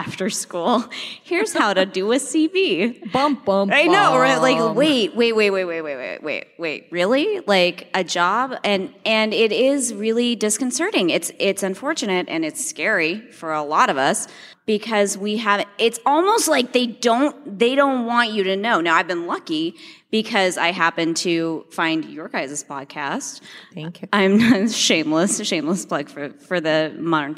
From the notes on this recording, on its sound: Live Podcast. Live at Therapy Reimagined 2019.